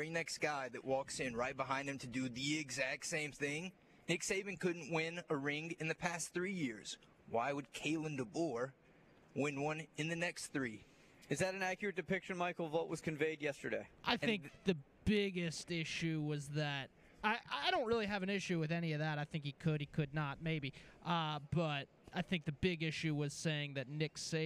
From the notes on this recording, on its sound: LIVE from day two of The Senior Bowl!